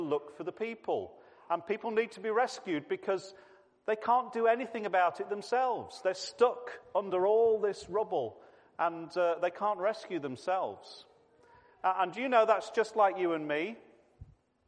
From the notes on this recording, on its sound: This was a family service